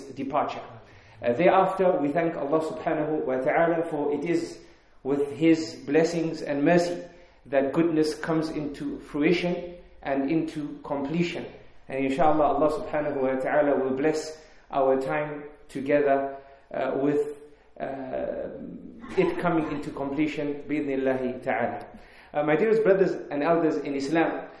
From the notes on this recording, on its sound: In this Lecture conducted at the Kensington Prayer Facility in Harare, Zimbabwe